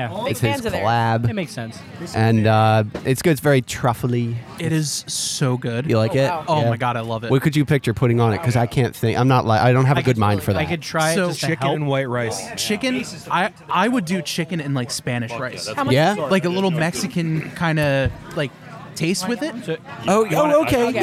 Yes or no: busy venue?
yes